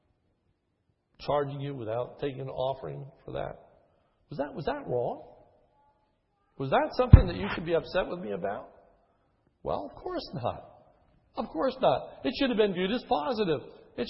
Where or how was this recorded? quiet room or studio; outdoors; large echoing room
large echoing room